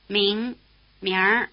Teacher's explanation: notice that the vowel sound e sneaks in when the R is added